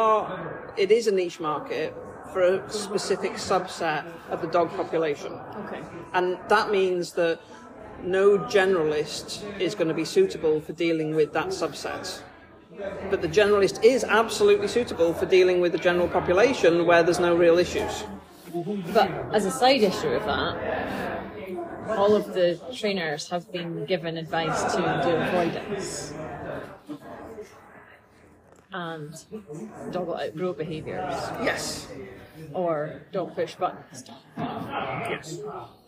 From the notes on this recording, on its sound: (please note this episode is recorded in Starbucks so may have more background noise than a usual podcast).